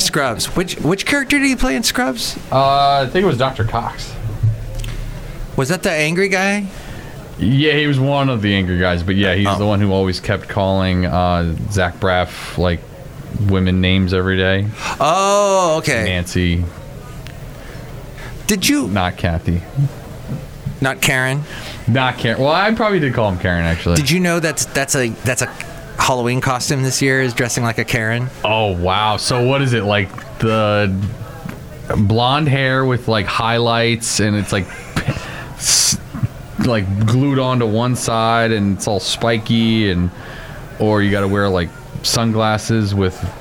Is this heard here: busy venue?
yes